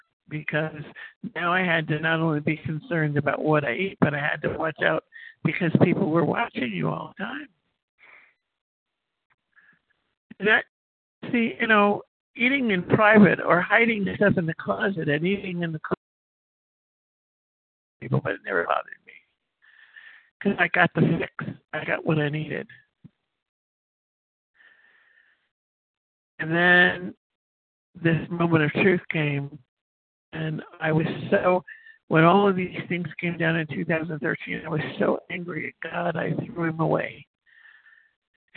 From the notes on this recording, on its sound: from the 100 Pounders Phone Meeting, 11/17/23.